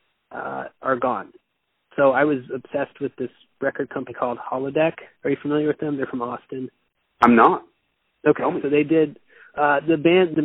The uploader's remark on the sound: I downloaded a call recorder on my phone for $10 and recorded this bad boy in the car